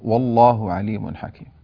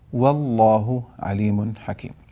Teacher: الواو الصحيحة الفصيحة التي نقلها القراء بالسند المتصل إلى رسول الله صلى الله عليه وسلم مرققة وليست مفخمة · Shown in: second take · لا نقول والله، نقول والله عليم حكيم، فننتبه إلى هذه الملاحظة.